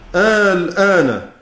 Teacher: حذفنا الهمزة، نقلنا حركتها وحذفناها · Term: النقل